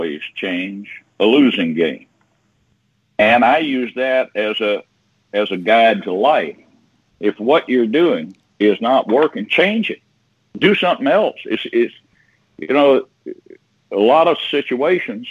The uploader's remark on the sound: Had some problems with Skype, I think, today and our ability to take callers. Skype to Skype calls could get through however so we had a good group.